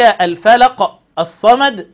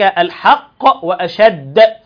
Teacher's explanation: المشدد الموقوف عليه ده حرفين، ده ياخد زمن حرفين، بتبقى القلقلة اطول شوية · Shown in: second take